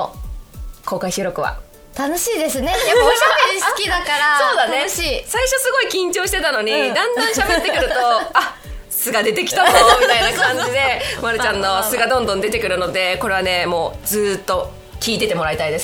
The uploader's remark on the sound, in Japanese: 1年ぶりとなる公開収録が開催されました